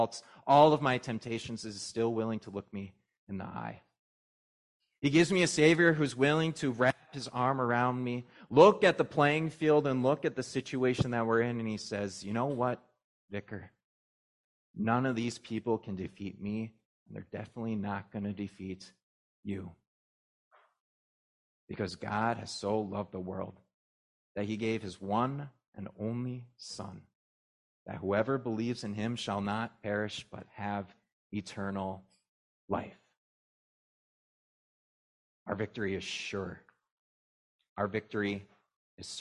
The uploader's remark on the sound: was preached at Grace of God Lutheran on Trinity Sunday, June 4, 2023